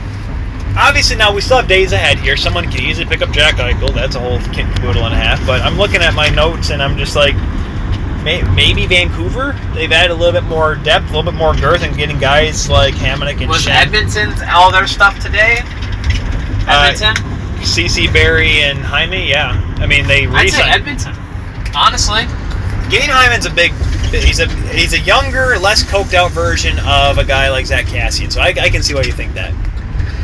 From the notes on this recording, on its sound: The Free Agent Truckcast. While driving a moving truck.